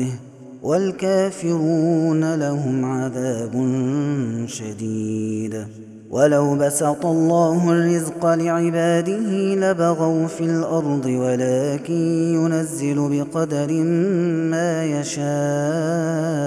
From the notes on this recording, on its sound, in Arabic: هذا التسجيل من صلاة التراويح